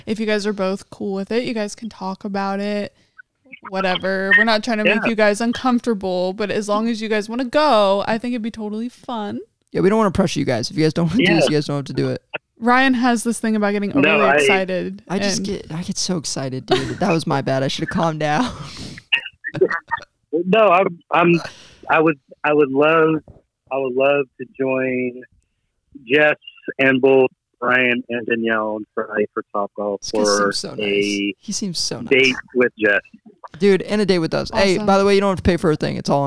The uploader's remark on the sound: Todays Episode featured our first ever call in guest